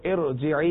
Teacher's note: را ساکن سے پہلے زیر ہے لیکن وہ زیر عارضی ہے، وہ گر جاتا ہے ملانے کی صورت میں، تب بھی اسے پر پڑھیں گے